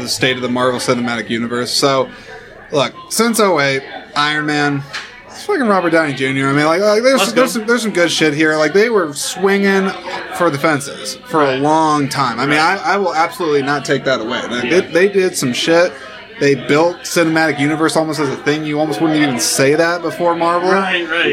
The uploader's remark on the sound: Exclusive conversations that were recorded on site at the 16th Annual Iowa Independent Film Festival.